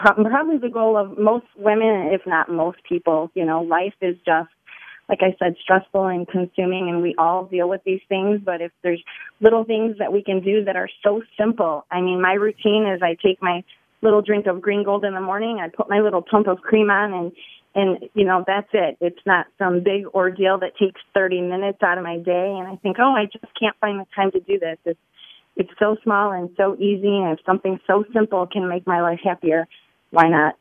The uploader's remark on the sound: Call in guest